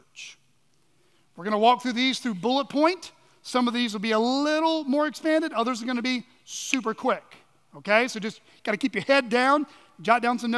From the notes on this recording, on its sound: at Chaffee Crossing Baptist Church